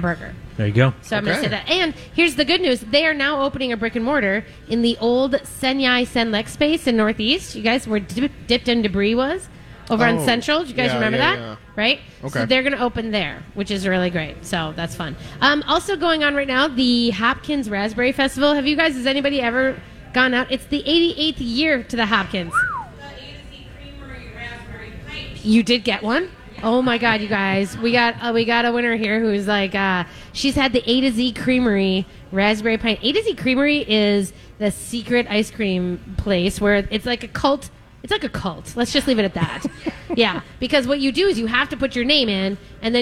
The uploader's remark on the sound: live from Mallards Restaurant & Lounge today!